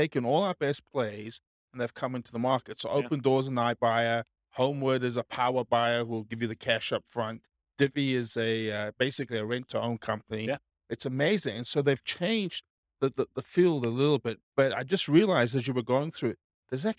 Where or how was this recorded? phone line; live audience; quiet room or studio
live audience